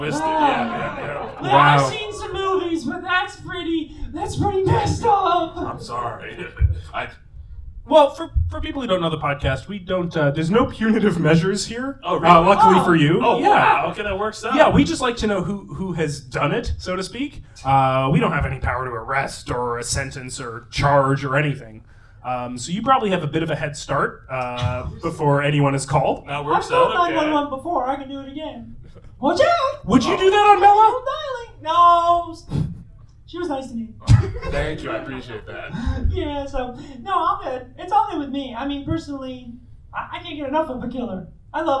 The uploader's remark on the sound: Recorded live at Toronto Comicon.